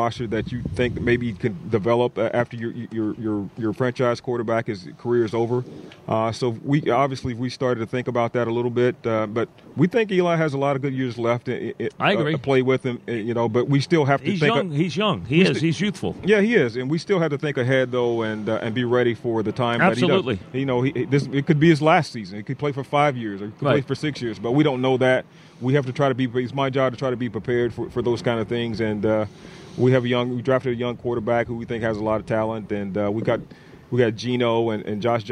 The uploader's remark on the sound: live from giant camp